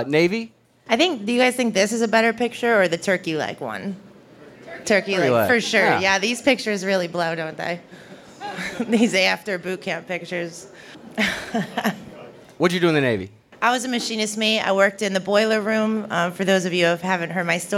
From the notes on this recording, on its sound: We present a live recording of our Post-9/11 Veterans Storytelling event at VFW Post 694 in Dormont, Pennsylvania.